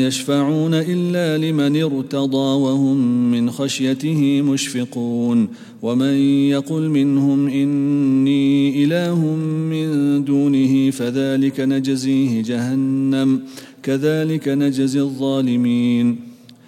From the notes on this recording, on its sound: at the Houghton Masjid (West Street)